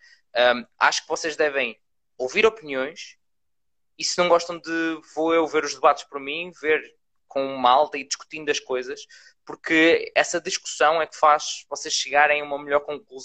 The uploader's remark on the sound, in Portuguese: Neste Live do Instagram